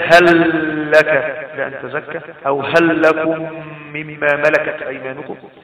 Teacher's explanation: اذا وقع حرف اللام بعد هل فانها تضغم فيها، اللام بعد هل زي هل لك لأن تزكى، أو هل لكم مما ملكت أيمانكم.